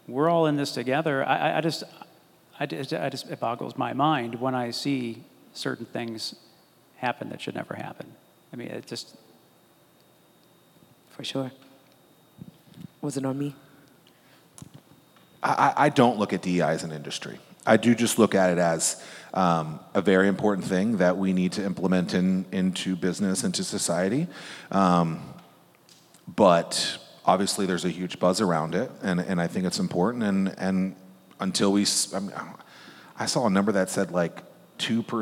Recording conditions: busy venue